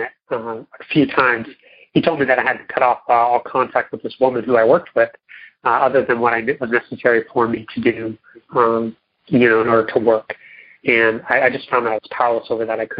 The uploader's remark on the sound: Monday Noon Phone Speakers Series